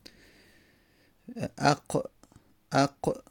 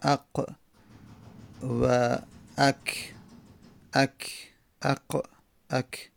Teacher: خب پس انتهای زبان که بالاش حنک، موازی آن حنق قرار داره، آخر حنق، حنق قرار داره یا کام قرار داره برای قاف و کافه. اق اق میبینیم که همون انتهای زبانمونه دیگه، از حلق بالاتر اومد، انتهای زبان از پایین و به موازاتش به قسمت فک بالا همون انتهای حنکمون، یعنی انتهای کام ما، انتهای همون سقف دهان که حنک گفته میشه، انتهاش که اون قسمت زبان کوچیکه باشه، میگیم اق و اک اک اق اک.